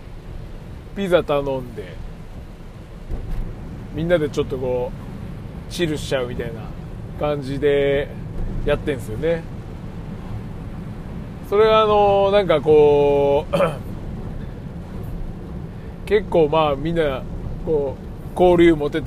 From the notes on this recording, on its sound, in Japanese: 京都店からの帰り道に収録